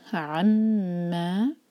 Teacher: عین کو ٹھیک سے ادا کریں، حمزہ کی آواز نہ لائیں